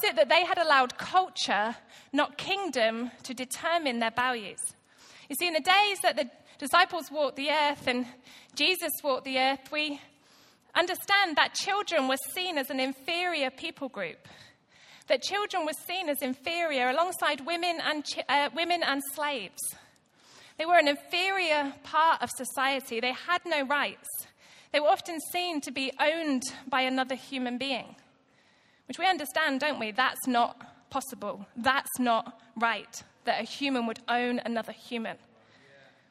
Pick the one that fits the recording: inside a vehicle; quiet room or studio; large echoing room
large echoing room